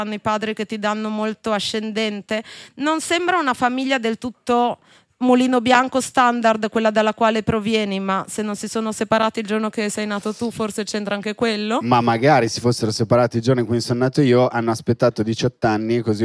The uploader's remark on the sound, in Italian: In questa puntata LIVE da enoteca/naturale